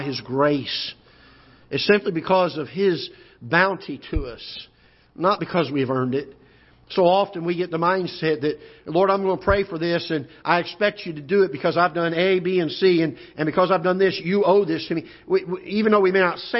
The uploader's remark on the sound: Ketha Heights Baptist Church ~ Live Broadcast